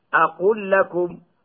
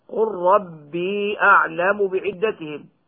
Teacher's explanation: فيجب إدغامها بسبب التماثل في لام أقول لكم والتقارب في لام وراء قل ربي